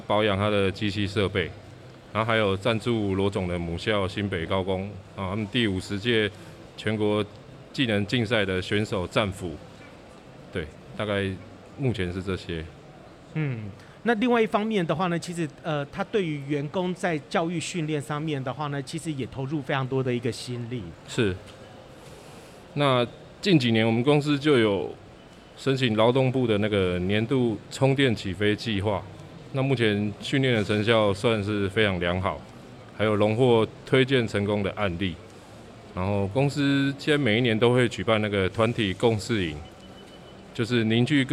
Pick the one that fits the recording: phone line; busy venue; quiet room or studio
busy venue